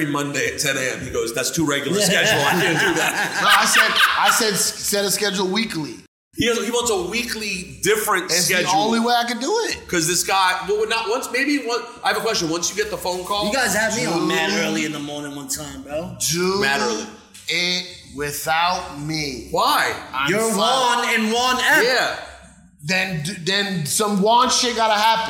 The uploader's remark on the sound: Live in Miami